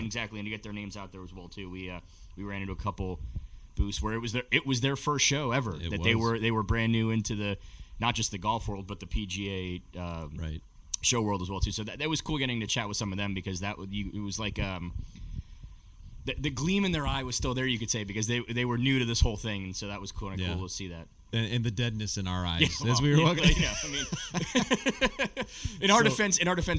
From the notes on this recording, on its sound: LIVE from the 2024 PGA Show. (face-to-face for the first time!). Live from Orlando, Florida to reflect on the 2024 PGA Show.